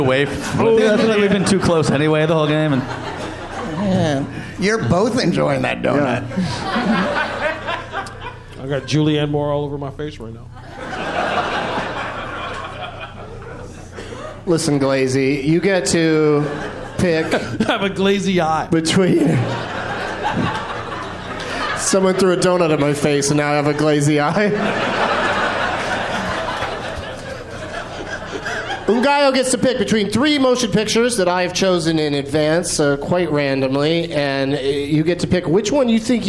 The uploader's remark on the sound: Live from Goodnights Comedy Club in Raleigh, NC